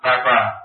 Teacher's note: intinya mim sama ba merupakan huruf bibir, maka disebut syatawi